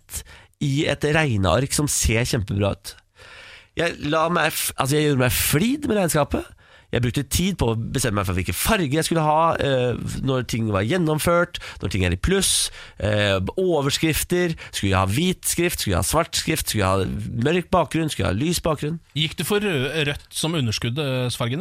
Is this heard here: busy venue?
no